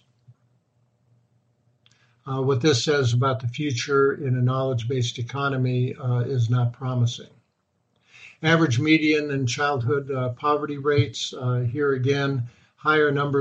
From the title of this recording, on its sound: Webinar Podcast